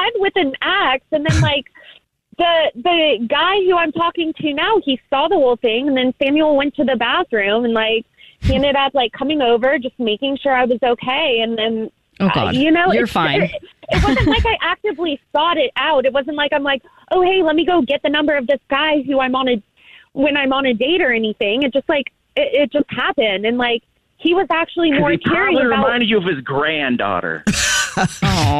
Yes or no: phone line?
yes